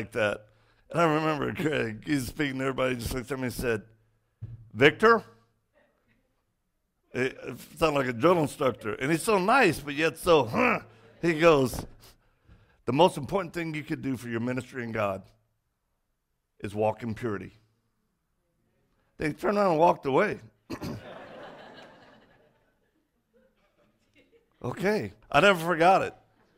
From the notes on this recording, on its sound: Message recorded from Rise Church.